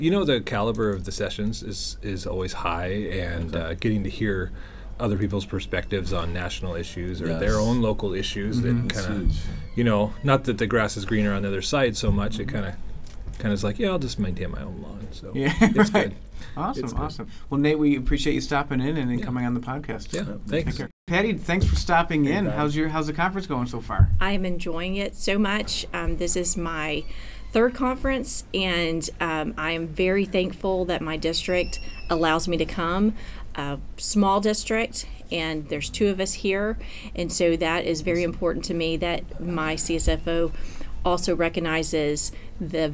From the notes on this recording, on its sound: LIVE: ASBO International AC&E Conference in Portland, OR. We always love it when we have the opportunity to record live, but this one in particular was very special to SBO Perspectives.